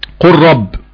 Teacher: اللام ساكنة وراء حرف الراء حكمها إضغام، إضغام متقاربين صغير